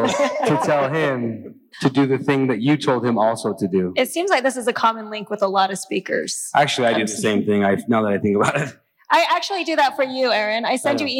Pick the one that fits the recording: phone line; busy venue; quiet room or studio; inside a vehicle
busy venue